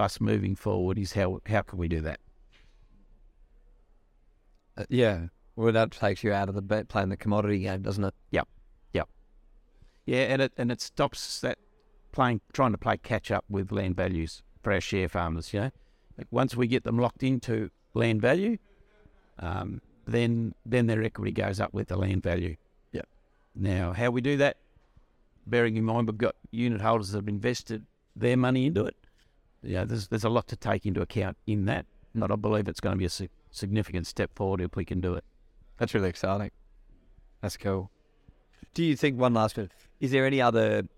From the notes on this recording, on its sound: While we were at the Australian Dairy conference